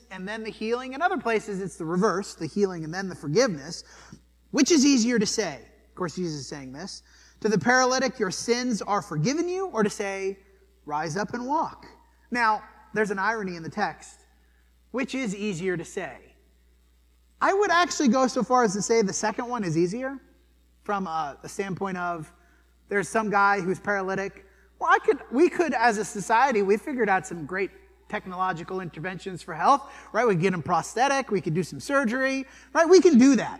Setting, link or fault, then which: setting, large echoing room